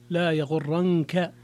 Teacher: أما رويس فخفف النون فقرأ لا يغرنك